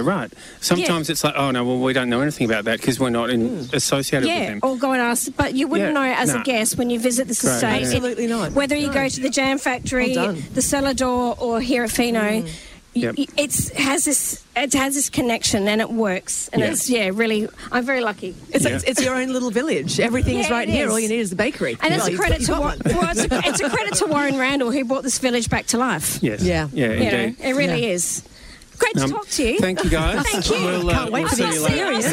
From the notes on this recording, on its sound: The Wine Show Australia went on the road to the Barossa Valley for a Live 3hr show from the Barossa Cellar.